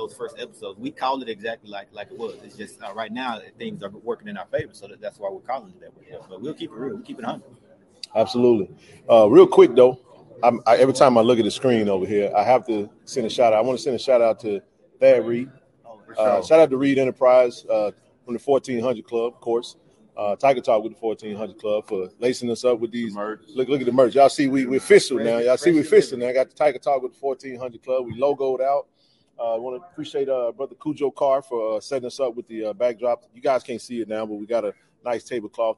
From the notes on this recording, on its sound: Live from SWAC Media Day